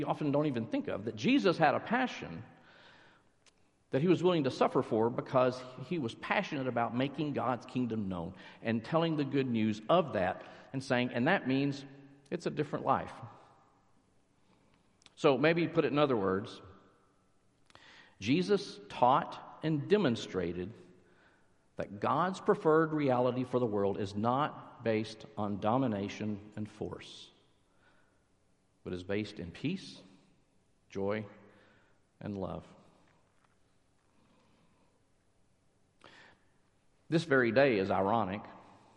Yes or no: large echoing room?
yes